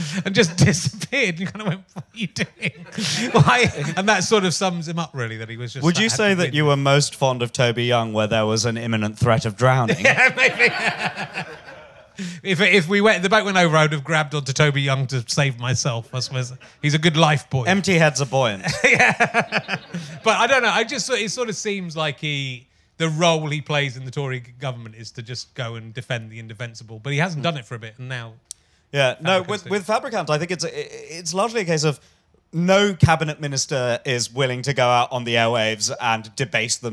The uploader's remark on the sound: back live at the Phoenix